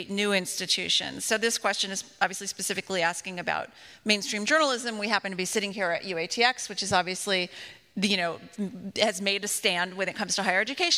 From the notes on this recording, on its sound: LIVE! Smoke 'Em Does Dallas. It was 15 minutes before sound check when my daughter and I decided to scoot around Old Parkland for a few minutes. Maybe 15 people, all dudes, in button-down shirts but not fancy. We brought our cocktails with us for sound check.